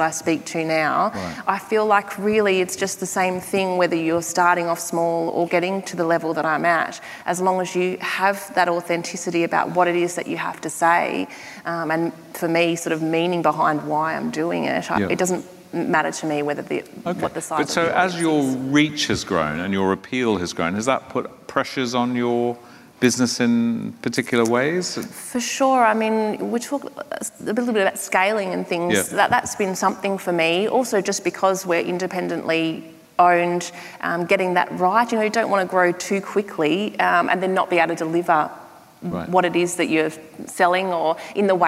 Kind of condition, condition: setting, live audience